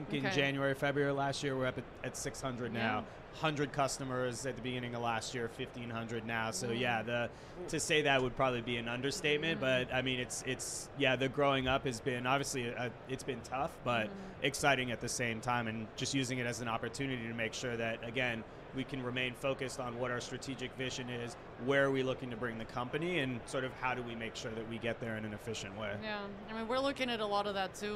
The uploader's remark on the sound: Recorded at Money20/20 USA in October of 2022.